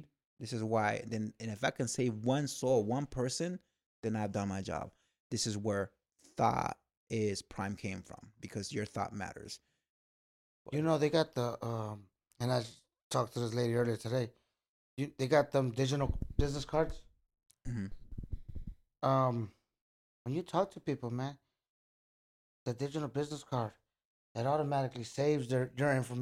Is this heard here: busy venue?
no